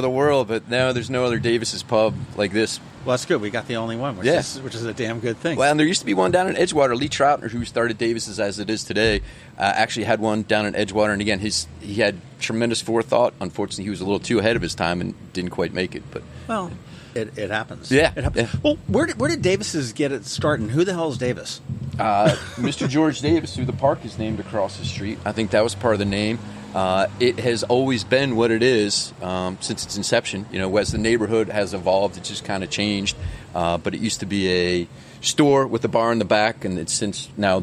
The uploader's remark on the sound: Today, we sit down outside of Davis' Pub.